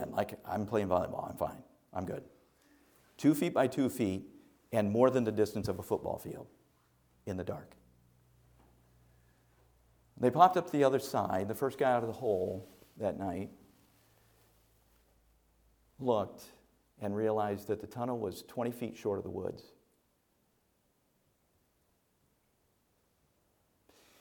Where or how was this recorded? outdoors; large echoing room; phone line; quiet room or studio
large echoing room